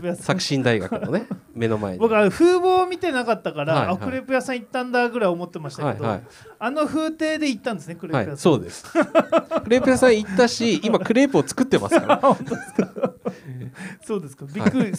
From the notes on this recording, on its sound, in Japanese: Studio baco10周年パーティにて公開収録を行いました。